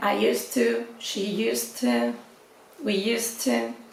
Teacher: El used to, la pronunciación, se junta, entonces la D como que desaparece. Y en negativo sería I didn't used to, la D desaparece porque después del didn't va al infinitivo, pero la pronunciación es igual porque tiene el to y se fusiona.